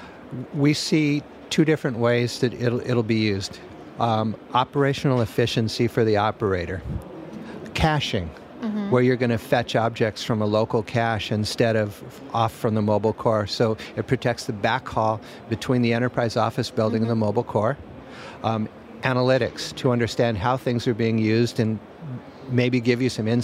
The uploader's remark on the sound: Live from MWC. In this archive of a livecast.